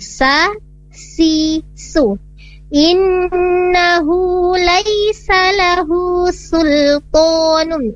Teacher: Perlu perbaikan sedikit saja di kata laisa lahu sultanun, jadi bukan sultanun, jadi sinnya ini tidak ditebalkan sahabat, karena dia merupakan huruf yang memiliki sifat istifal. Sa si su, innahu laisa lahu sultanun, sul bukan sul, sul tapi sul, dia tipis, huruf sinnya tipis karena bukan merupakan huruf istimewa, tapi huruf istifalnya memiliki sifat istifal, di sini ditipiskan saat membacanya.